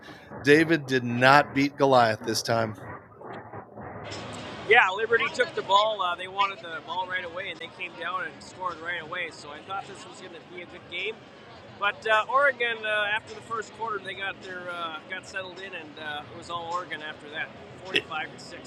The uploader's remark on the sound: Live from the 2024 Fiesta Bowl. Live from State Farm Stadium!